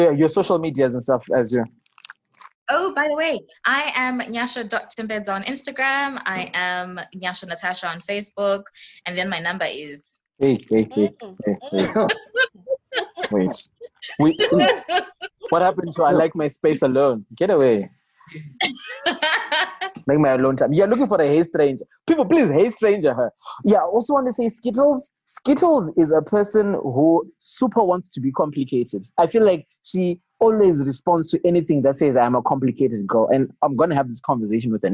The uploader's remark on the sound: The first of a series of special quarantine editions done over Zoom.